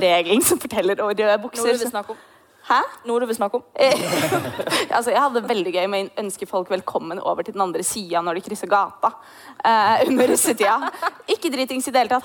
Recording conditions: live audience